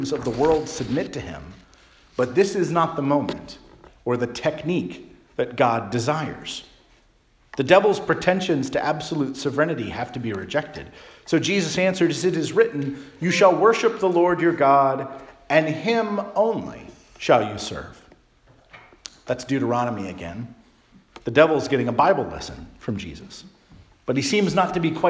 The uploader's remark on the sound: Charles Anglican Cathedral, Bremerton, WA.